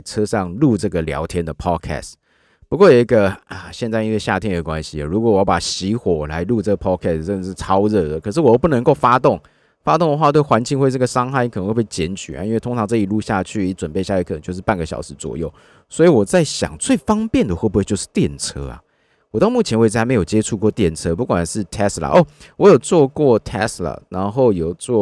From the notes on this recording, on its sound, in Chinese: 戶外podcast初體驗。第一次在戶外完成錄音。錄音地點：山水綠生態公園。行動錄音室：ALPINA E91 B3 S。